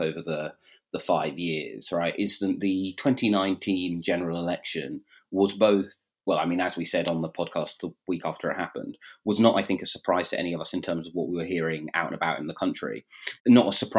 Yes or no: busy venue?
no